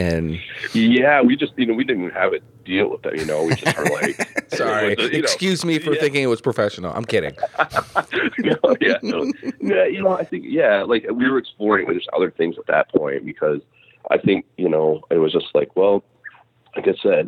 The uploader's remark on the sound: Audio issues thanks to cell phones and not being able to do this in person. You may hear some beeps. I also seem to have had a crazy cold but still did this interview so I sound a little stuffed up.